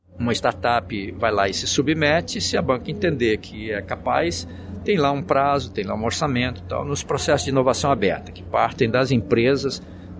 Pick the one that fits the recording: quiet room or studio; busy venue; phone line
busy venue